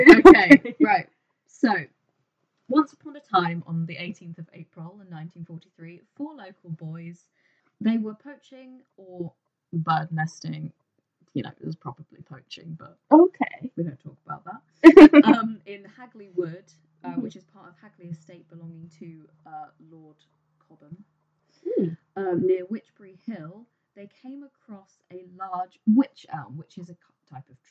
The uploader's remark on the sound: With even worse sound quality!